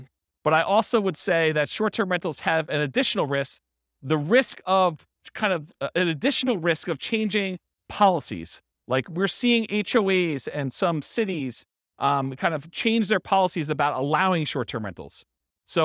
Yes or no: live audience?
yes